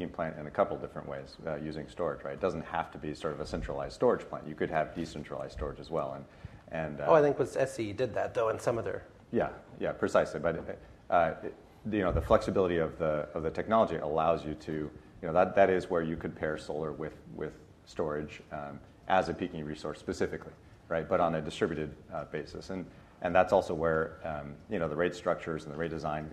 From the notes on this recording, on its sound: In this week’s podcast, we’re live at Greentech Media’s Solar Market Insight conference.